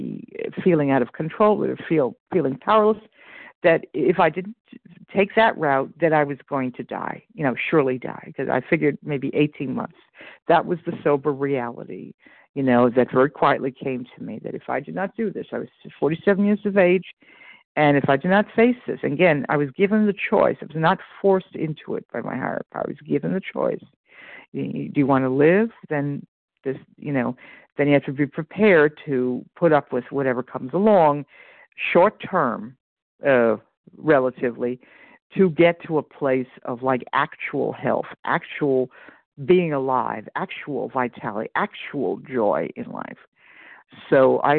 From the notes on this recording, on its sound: 100 Pounders Phone Meeting